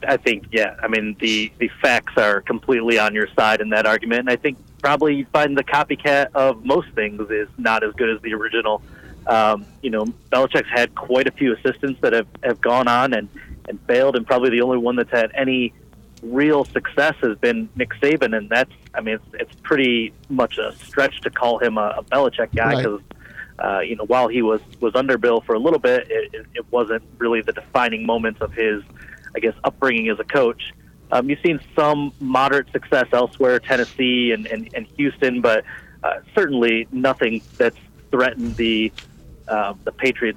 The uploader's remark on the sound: In-studio. Over the phone.